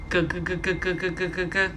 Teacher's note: G is another velar sound